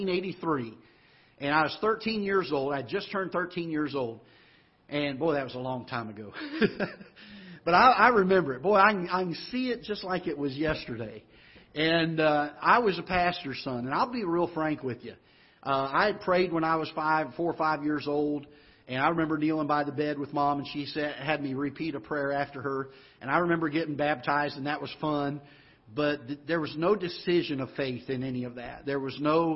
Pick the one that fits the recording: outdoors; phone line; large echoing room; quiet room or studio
large echoing room